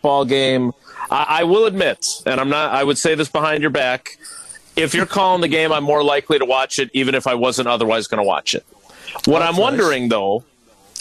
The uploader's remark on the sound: Live from American Family Field ahead of the Brewers-Dodgers series finale.